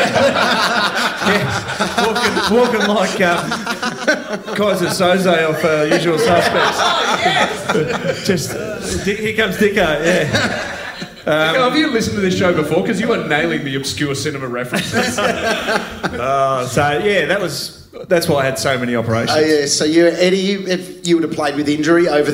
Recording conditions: live audience